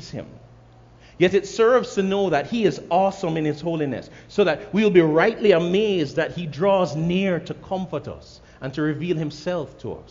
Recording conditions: large echoing room